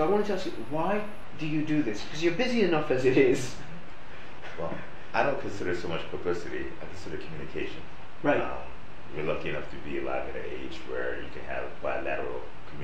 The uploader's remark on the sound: In the Veritaseum office. Apologies for the poor sound. This was due to technical difficulties.